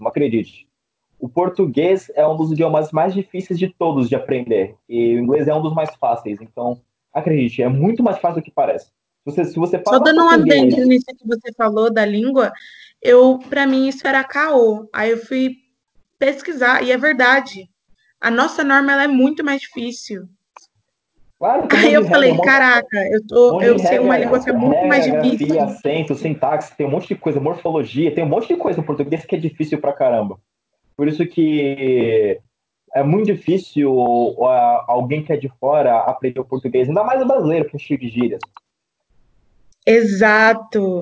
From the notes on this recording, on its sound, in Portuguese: Neste diálogo via Skype na grande quarentena de 2020.